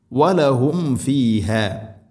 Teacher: വലഹും ഫീഹ, വലഹും, സാക്കിന മീം ശേഷം ഫ, രണ്ട് ചുണ്ടുകൾ തമ്മിൽ തട്ടിച്ച് മീമിനെ പൂർണ്ണമാക്കി ഉച്ചരിക്കണം